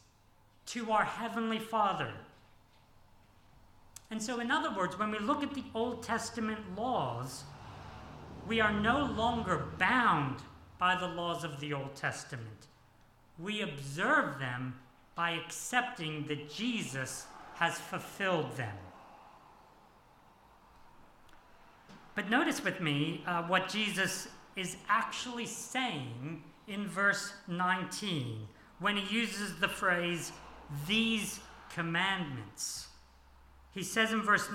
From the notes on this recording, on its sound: This sermon was preached on 23 April 2023 at all services of Helensburgh Stanwell Park Anglican Church.